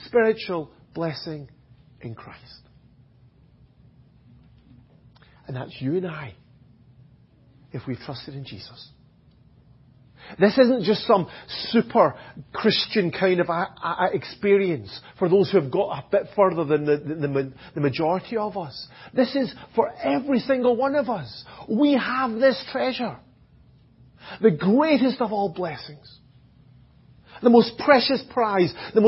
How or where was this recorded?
large echoing room